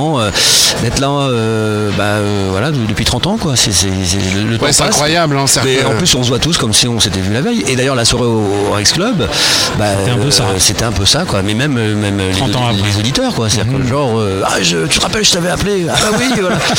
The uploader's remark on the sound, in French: C'est le dernier podcast de l'émission que nous avons réalisée en direct du Dock B, lors de la remise du chèque de 25 105,90 euros.